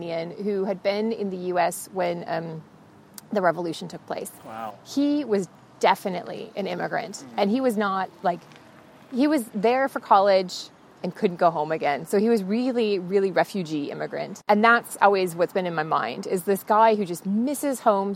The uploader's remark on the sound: We met up a few weeks ago in park outside of the K21 art museum in Düsseldorf